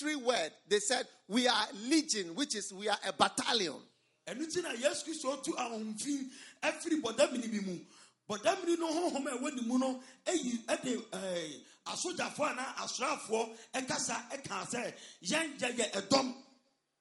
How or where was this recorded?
live audience